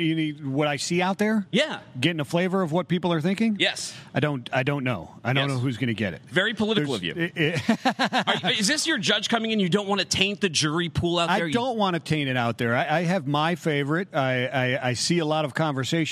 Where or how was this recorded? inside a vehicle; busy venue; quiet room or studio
busy venue